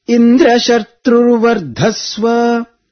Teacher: the Sanyuktakshara Dra is up, but Vardhasva Dva is down, Anudatta